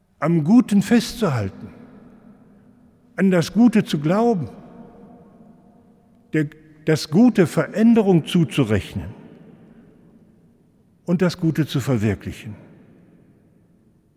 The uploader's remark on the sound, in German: In der Reihe der Fastenpredigten 2024 im Hildesheimer Dom